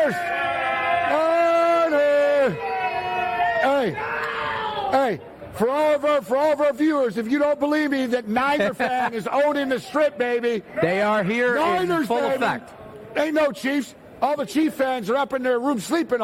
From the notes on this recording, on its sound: live from Radio Row in Las Vegas